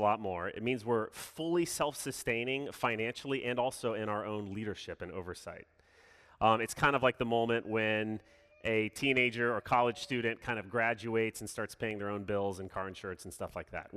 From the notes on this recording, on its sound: Sermon delivered Sunday, June 6, 2021